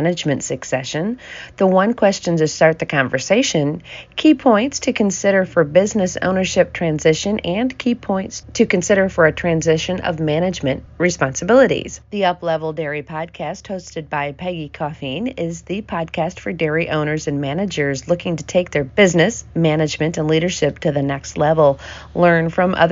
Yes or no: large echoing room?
no